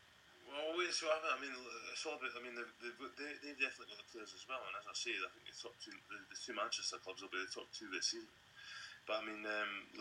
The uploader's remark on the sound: Sorry for the sound issue with this episode.